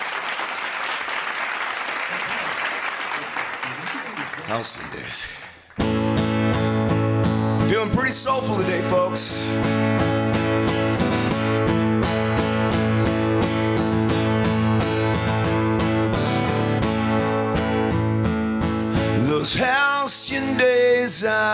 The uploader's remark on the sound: LIFERS Live!!! - At Gman Tavern